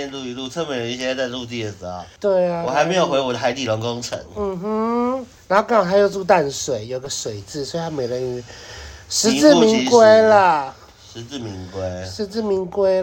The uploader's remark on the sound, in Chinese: 第一次在外面錄音。